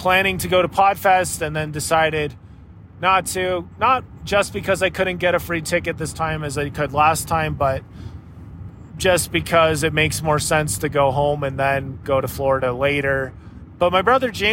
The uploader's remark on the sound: This was recorded in my car, so the sound quality is a bit lacking. At the time I was driving through Utah to get to the mountains of Colorado, before stopping in New Mexico for the night.